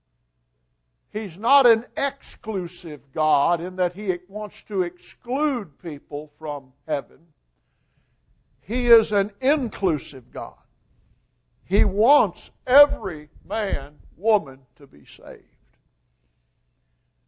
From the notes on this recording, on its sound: Recording of the sermon